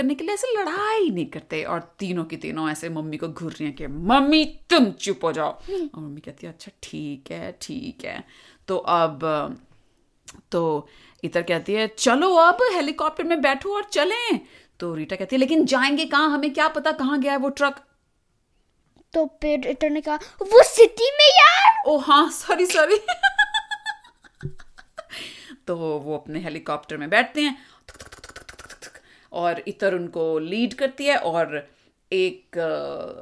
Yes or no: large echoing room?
no